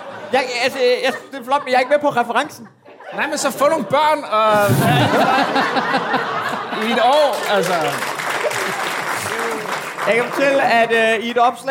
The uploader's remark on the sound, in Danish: Afsnittet er optaget live på Comedy Zoo